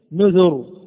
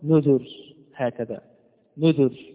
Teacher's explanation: نذر تنطق هذا بالتفخيم نذر، وإذا رققنا نقول نذر هكذا